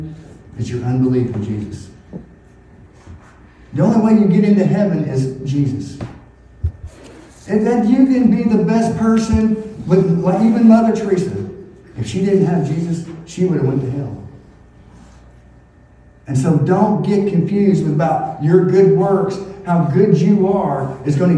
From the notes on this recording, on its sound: Audio was recorded on a phone for this episode, so the quality is lacking compared to the rest of the episodes.